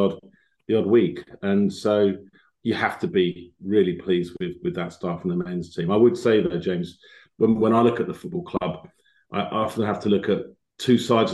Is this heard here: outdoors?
no